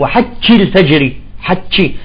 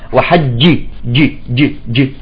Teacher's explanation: فلذلك وقت الشده والجهر اخواني لازم تمام، شجر اللسان لازم لسانك يدق بسقف الحلق، بسقف الحلق اللسان عند الجيم · Shown in: second take